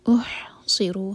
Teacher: ح حلق سے اور را ہیوی